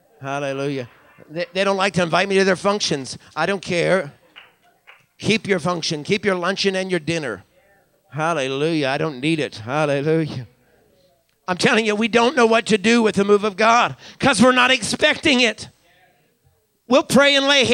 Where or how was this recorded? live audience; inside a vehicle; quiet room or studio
live audience